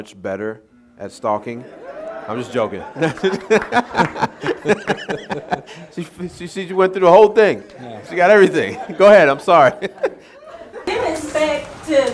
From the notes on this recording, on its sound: This is the audio from my local meetup that I hosted in my home town, Winston-Salem. They decided to join me and the other fellow investors while we talked about real estate.